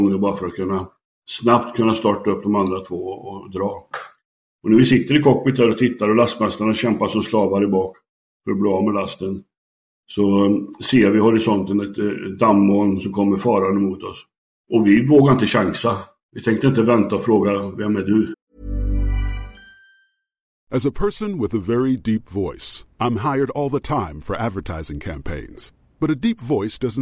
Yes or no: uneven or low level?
no